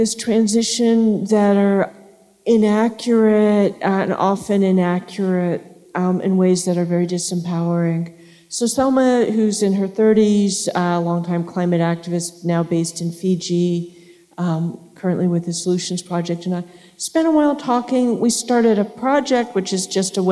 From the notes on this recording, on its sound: Live Episode: A Climate Book Talk. Onstage for this live episode.